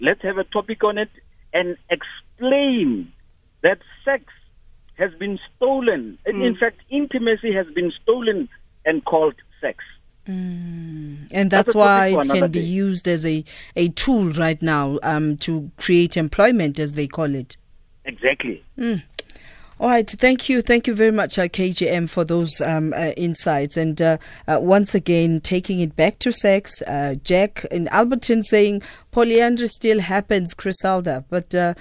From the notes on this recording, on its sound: Guest (phone)